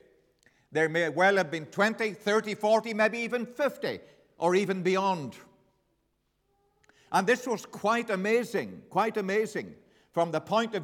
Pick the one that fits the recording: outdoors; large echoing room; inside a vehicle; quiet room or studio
large echoing room